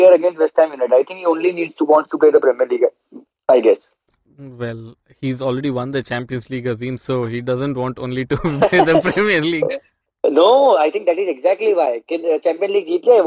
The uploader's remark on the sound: on the phone